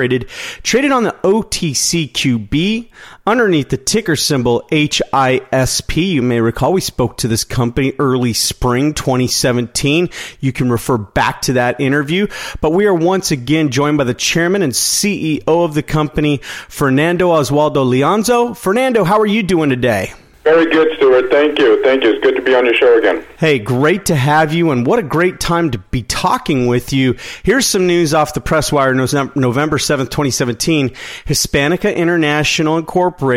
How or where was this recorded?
phone line